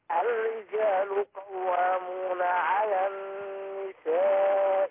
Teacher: كلمه النساء، النون بتاخد غنى حركتين · Term: مدة الغنة